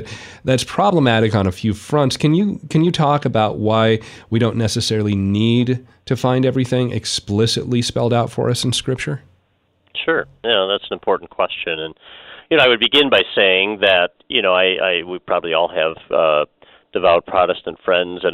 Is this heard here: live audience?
no